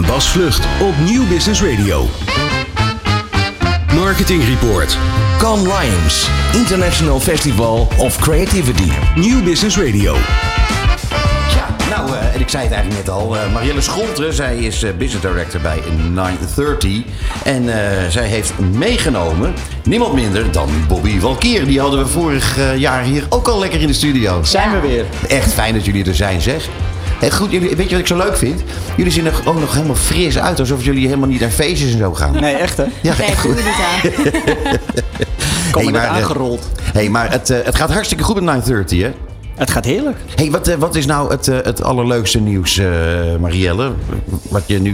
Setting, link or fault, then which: setting, busy venue